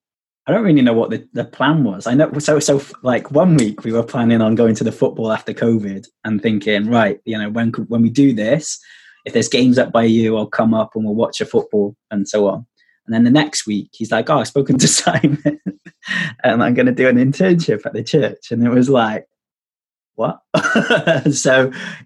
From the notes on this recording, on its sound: Wales is currently in a national lockdown and we've had to go back to recording on Zoom, which means audio quality leaves a lot to be desired.